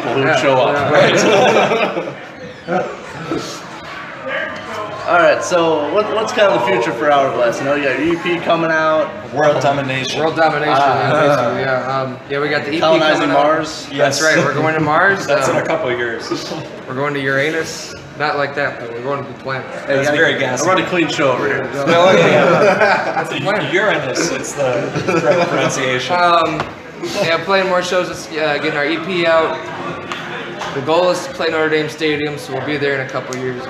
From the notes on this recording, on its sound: This interview was impromptu without any prepared notes or questions recorded at the Five Star Dive Bar in lovely Elkhart, IN.